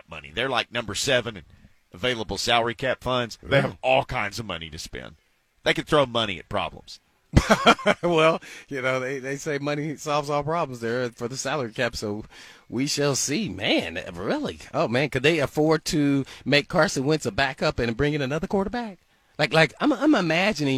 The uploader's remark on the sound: Live at the Titans Blood Drive with the Red Cross.